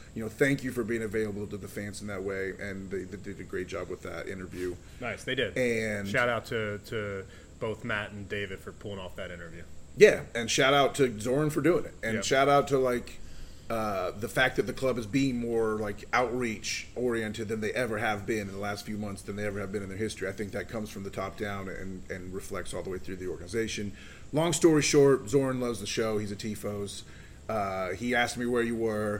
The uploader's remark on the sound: an episode recorded in the heart of Charlotte's iconic Freedom Park.